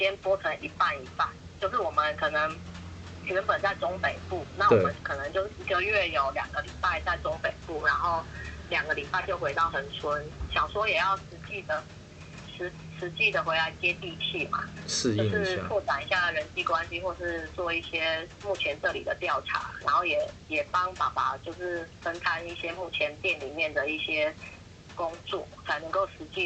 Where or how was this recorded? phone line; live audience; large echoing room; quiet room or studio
phone line